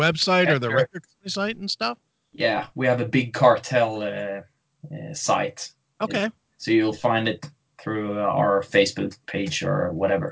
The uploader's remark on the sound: skyped